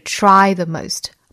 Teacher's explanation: 不把重点放在 the most 上面，而是重读 try